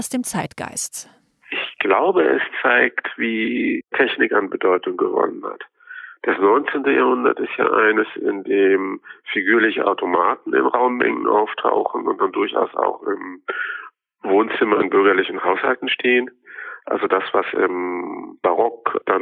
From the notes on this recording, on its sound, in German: Unterstützung gibt es dabei am Telefon